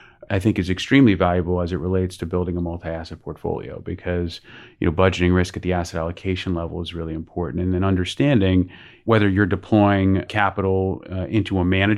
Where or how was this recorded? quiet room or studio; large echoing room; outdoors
quiet room or studio